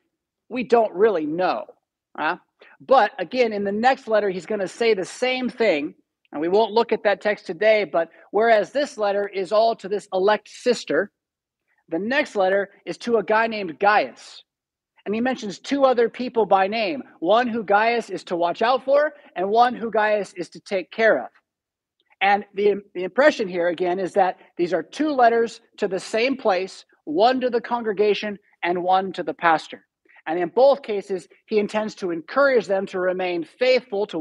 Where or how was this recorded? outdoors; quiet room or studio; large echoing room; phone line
large echoing room